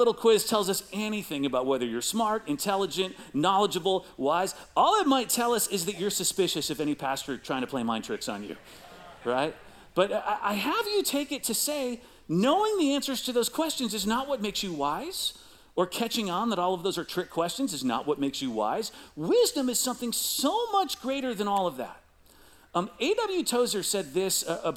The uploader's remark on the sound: Recorded live at CrossWinds Church on May 14, 2023.